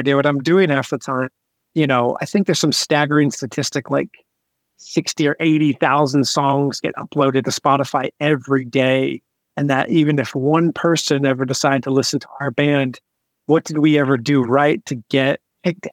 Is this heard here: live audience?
no